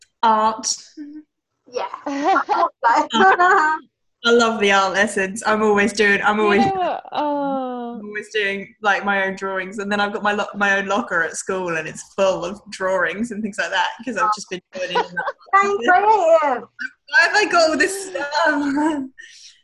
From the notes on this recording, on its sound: Online using the app zoom as I discussed during lockdown due to the Corona Virus.